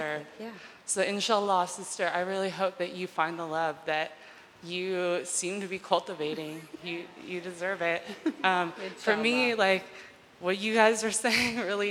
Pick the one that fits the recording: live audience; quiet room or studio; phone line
live audience